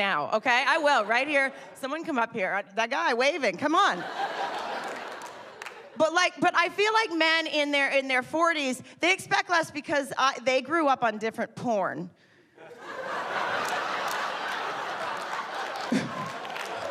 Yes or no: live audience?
yes